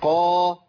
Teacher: حرف مفخم في أعلى مراتب التفخيم